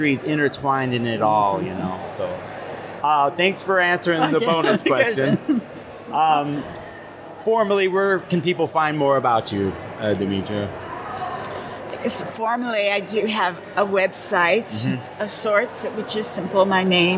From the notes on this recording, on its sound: From the 2023 Northwest Astrological conference. I did my best to find the quietest spot for this "3 Questions" Interview.